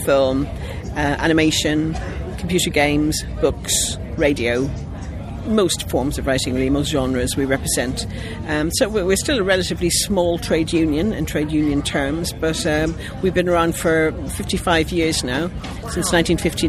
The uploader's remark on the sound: roving reporter for this year’s London Screenwriters’ Festival